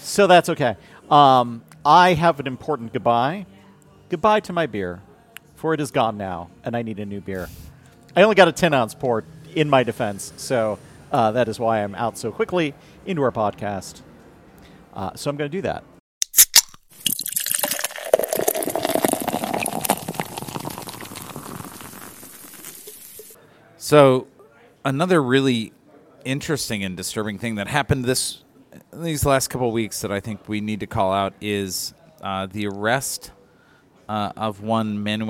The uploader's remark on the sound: On this episode recorded at Begyle Brewing